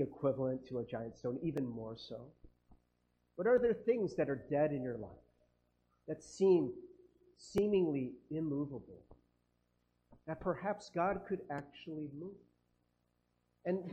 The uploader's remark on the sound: Sorry about the audio quality